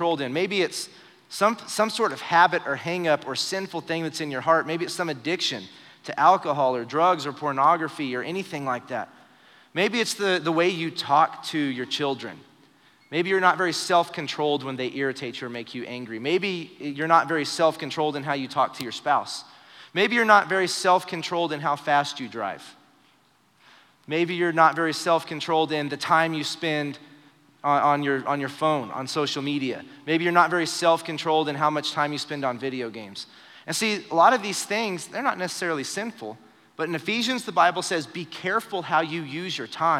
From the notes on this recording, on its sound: Recorded live during our Wednesday night service